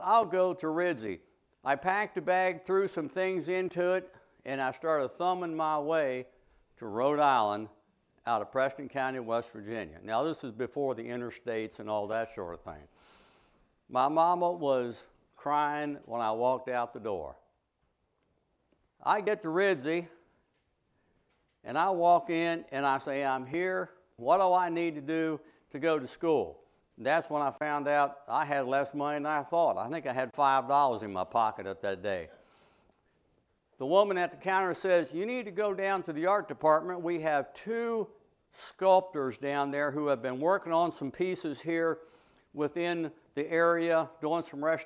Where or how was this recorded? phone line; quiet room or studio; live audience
live audience